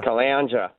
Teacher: You've still emphasised the D. You've still given us too many syllables.